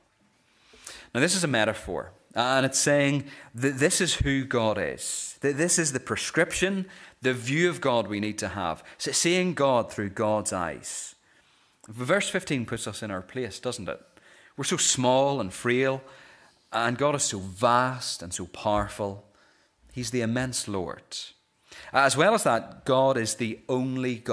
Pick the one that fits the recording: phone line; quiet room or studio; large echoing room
large echoing room